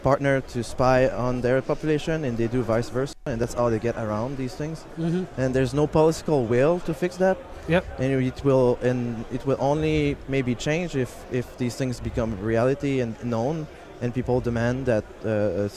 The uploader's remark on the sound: live at the 34c3